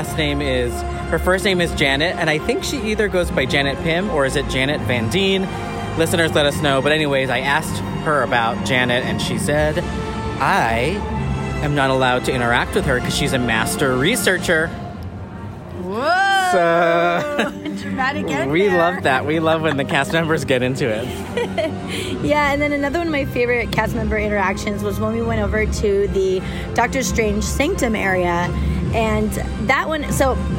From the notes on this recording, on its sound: WE ARE LIVE FROM AVENGERS CAMPUS!